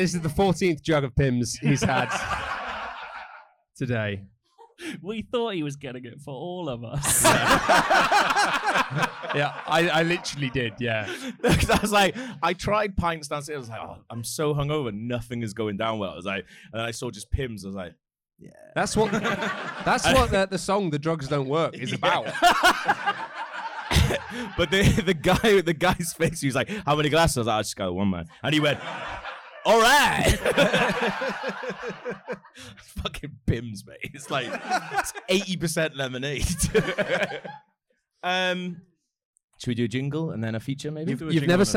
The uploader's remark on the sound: This week we return to The Canal Cafe Theatre for a live show! Because it's live, we might sound a bit shitter than usual or refer to something we can see on stage.